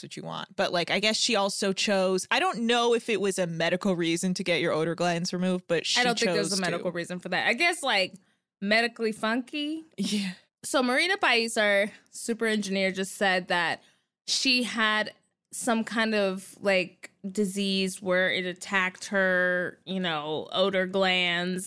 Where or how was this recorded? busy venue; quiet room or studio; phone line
quiet room or studio